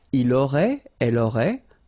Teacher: Il aurait, elle aurait, final T not pronounced.